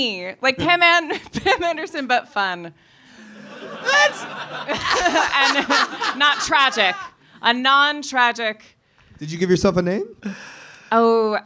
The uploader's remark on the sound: Live from the Edinburgh Fringe Festival 2018. These are recorded LIVE at the Monkey Barrel in Edinburgh Scotland.